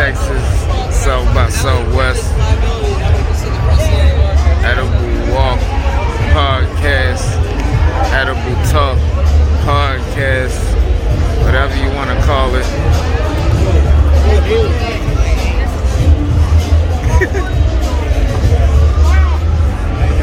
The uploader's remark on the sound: A quick walkthrough of the South by Southwest festival in Austin Texas